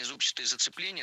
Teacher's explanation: Мы услышали прилагательное «зубчатый» с ударением на первом слоге, и это правильный вариант. Но правильным он стал совсем недавно.